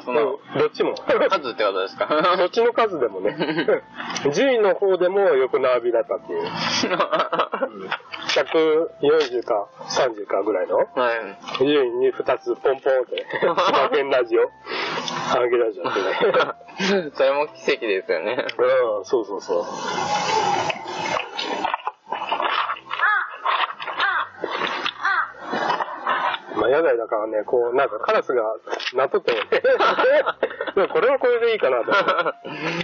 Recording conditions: poor sound quality